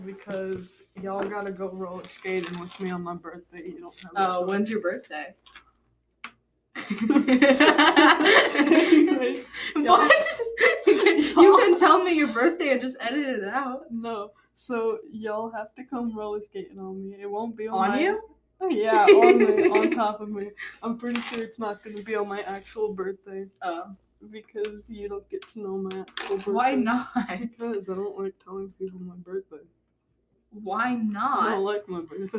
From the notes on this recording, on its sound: We didnt check the mic. Today's episode sounds awful.